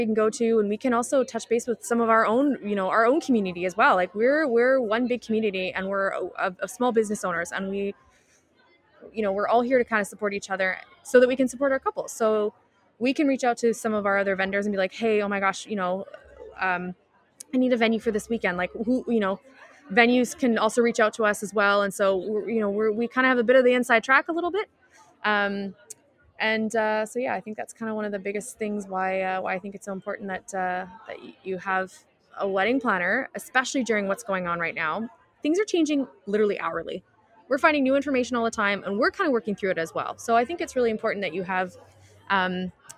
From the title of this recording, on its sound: WE'RE LIVE at the ADIW wedding show!